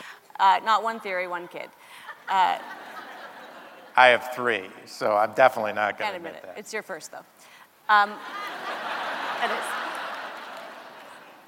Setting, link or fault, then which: setting, live audience